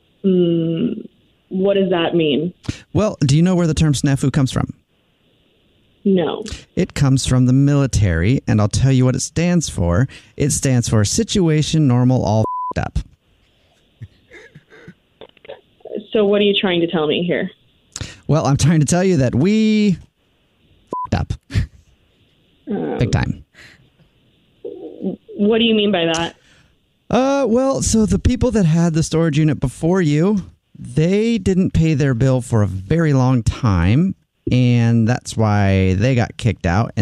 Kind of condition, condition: link, phone line